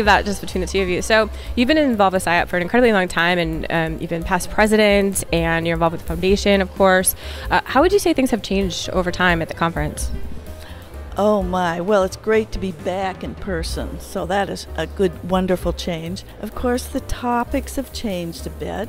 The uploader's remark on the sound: A Marathon of Conferencing at SIOP 2023. Interviews attendees and presenters at the 2023 Annual Conference of the Society for Industrial and Organizational Psychology, held in Boston.